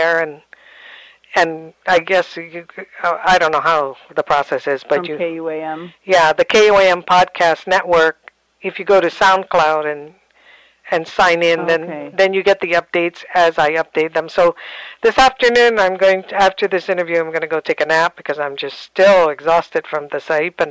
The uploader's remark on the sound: Part I is a partial interview that I conducted as host of my K57 Radio talk show. Part II of this podcast is a catch-up telephone interview.